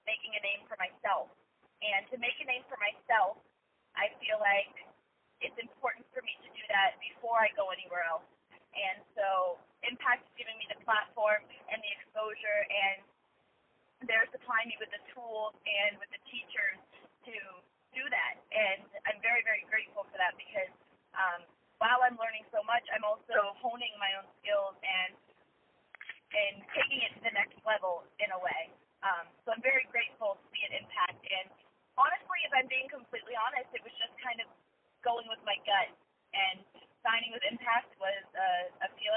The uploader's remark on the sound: Media Teleconference Interview.